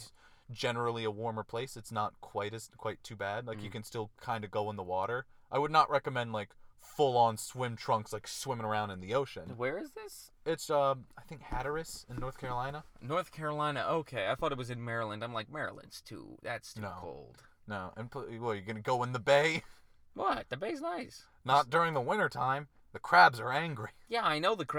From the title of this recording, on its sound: Christmas Carcast